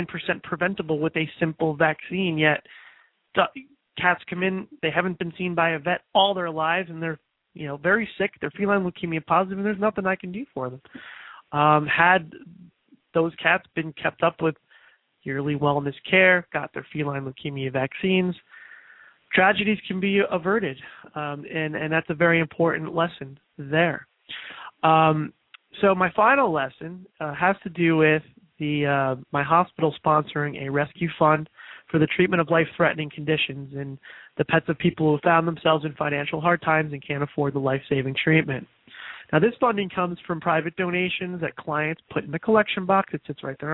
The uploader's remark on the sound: open up the lines throughout this final broadcast